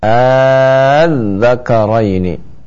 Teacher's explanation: Maka apabila kita membaca hamzah pertanyaan, ya, maka kita membacanya seperti mad lazim, ya, seperti kita baca al-dhakaraini, maka dibaca panjang, ya, sampai 6 harokat. Karena itu mad farq ini adalah bagian dari mad lazim, baik itu lazimnya musaqqal maupun lazimnya mukhaffaf.